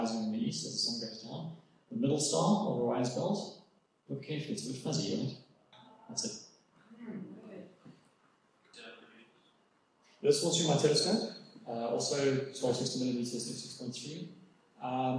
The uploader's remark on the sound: It's a recording of one of my public lectures on astrophotography. The have regular meetings, at which experts on diverse topics give a short talk to the members. The technical quality isn't great - the hall echoed and I suspect their recording was made through a different microphone to the one on the podium, but it's clear enough to hear what I'm saying. I've done my best to process it and clean it up a bit to improve the quality a bit.